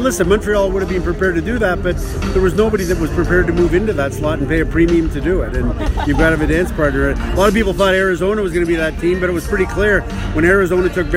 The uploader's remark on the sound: live at the 2018 NHL Entry Draft from Dallas Texas